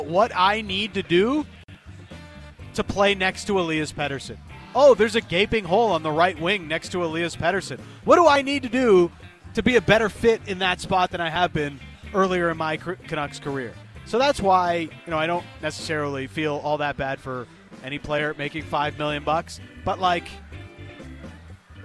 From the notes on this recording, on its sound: live from Parq Casino